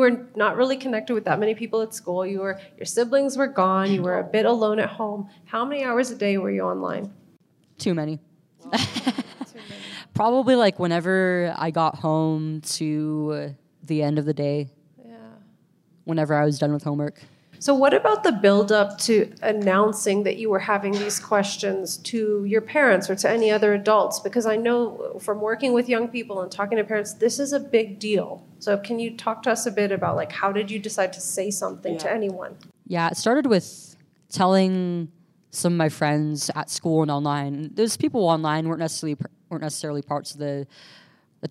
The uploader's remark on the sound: Live from Denver. Recorded live from Genspect’s The Bigger Picture Conference in November 2023 from Denver, CO, USA with special guest in-person appearance.